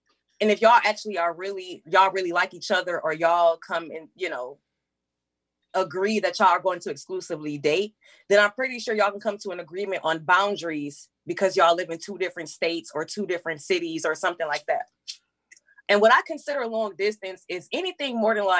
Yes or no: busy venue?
no